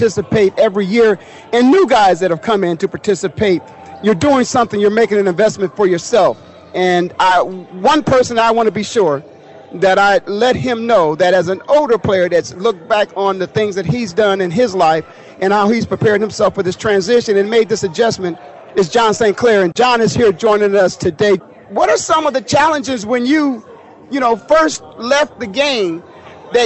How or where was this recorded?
busy venue